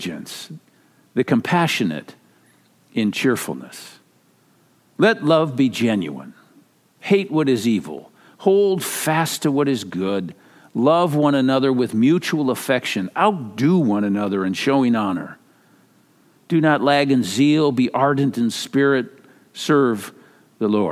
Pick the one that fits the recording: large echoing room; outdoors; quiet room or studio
large echoing room